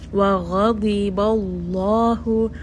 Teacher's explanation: you're going to have a mouthful kind of sound for this whole entire word except for the letter ba